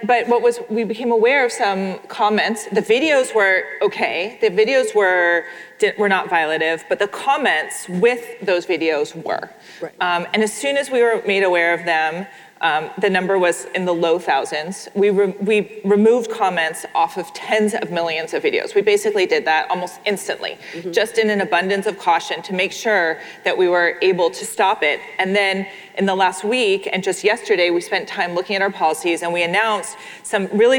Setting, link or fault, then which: setting, live audience